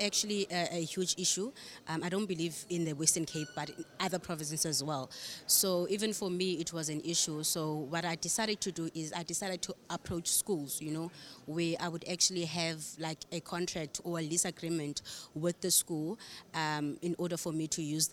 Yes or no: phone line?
no